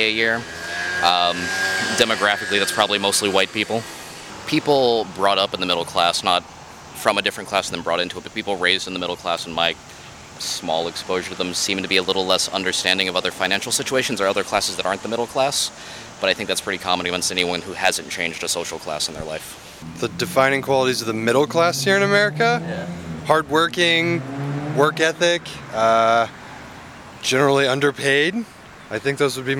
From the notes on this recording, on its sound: Voices in the Street hit the streets to ask Bloomington residents